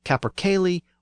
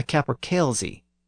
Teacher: For example, a type of chicken or cock that's native to the Scottish Highlands is either called a capercaillie or a capercailzie. The first pronunciation is the older pronunciation with the Y sound, and the second pronunciation is the newer pronunciation with the Z sound. And that's because it became common to spell that word with a Z at the end in place of the yog.